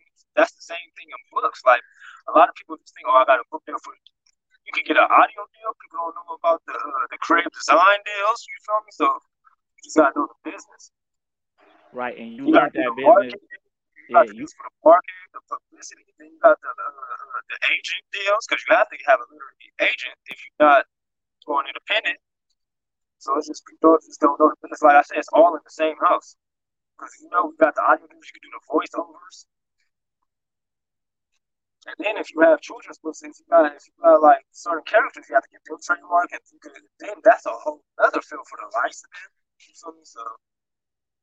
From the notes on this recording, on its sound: EPISODES RECORDED OVER STREAM YARD MAY HAVE SOME AUDIO DIFFICULTIES